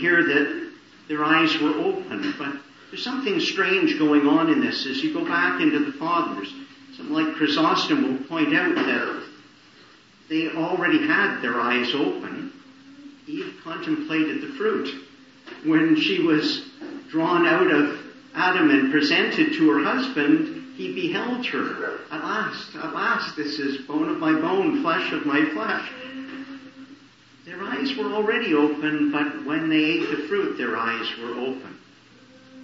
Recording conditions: poor sound quality